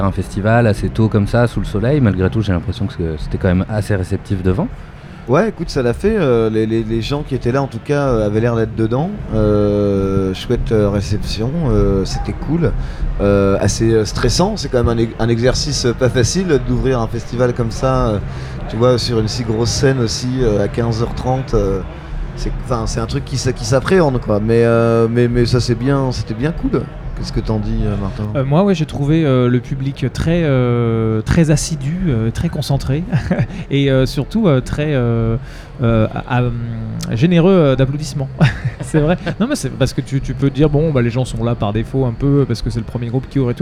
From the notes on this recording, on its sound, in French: En direct de l’espace presse du Festival Beauregard 2022 à Hérouville-Saint-Clair (14) avec les radios associatives musicales en Normandie de L’amusicale.